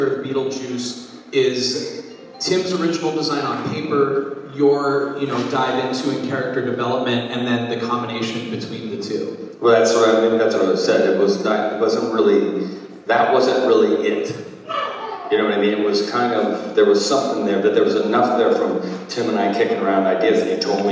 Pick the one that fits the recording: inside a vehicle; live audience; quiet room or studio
live audience